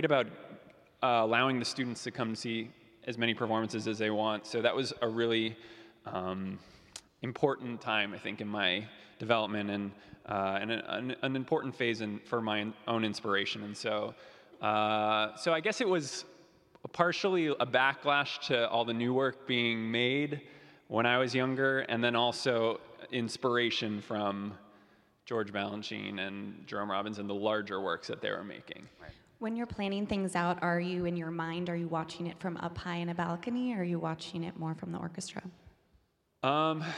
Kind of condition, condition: setting, live audience